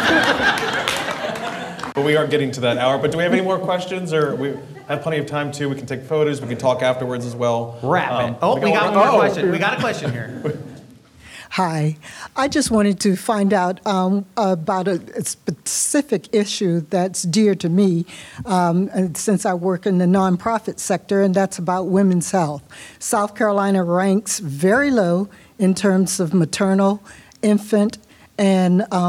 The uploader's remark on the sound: Recorded in front of a live audience at South Carolina Public Radio's 50th Anniversary Open House event in Columbia, SC.